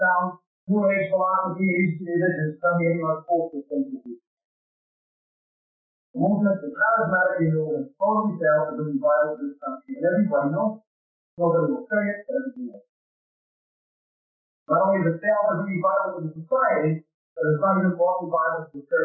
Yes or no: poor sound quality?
yes